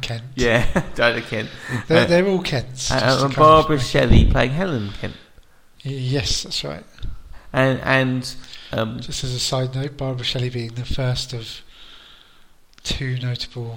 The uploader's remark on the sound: Quick note about the audio: the room we normally record in has been redecorated and has lost some of the soft furnishings. Therefore the audio is slightly echoey.